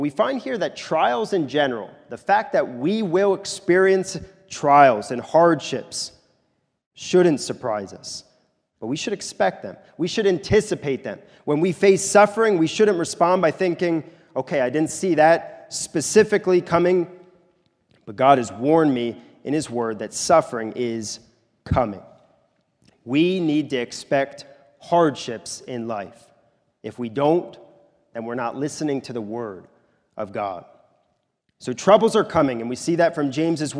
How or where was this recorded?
large echoing room